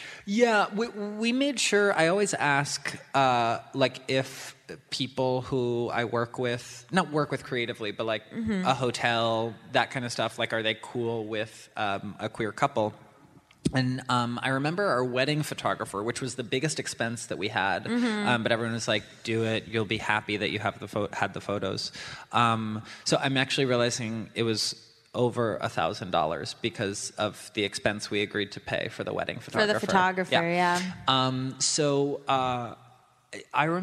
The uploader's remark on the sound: taped a live episode of Bad With Money at PodCon